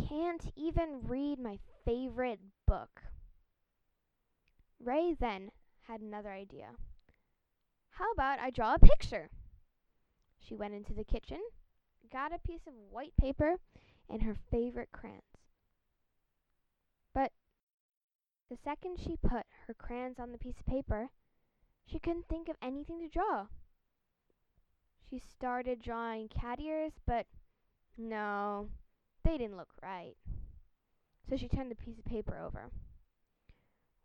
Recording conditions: sounds in the background